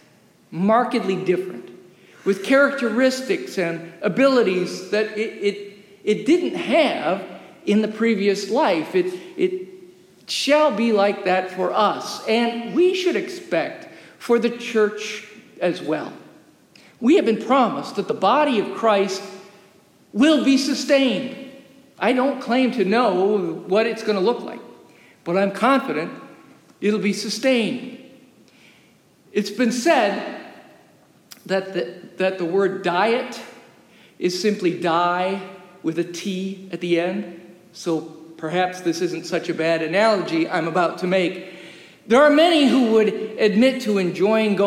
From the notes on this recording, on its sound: Recorded live during worship in the historic, 317-year-old sanctuary of (Old) Rehoboth.